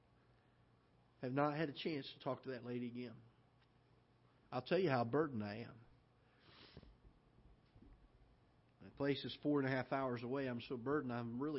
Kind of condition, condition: setting, large echoing room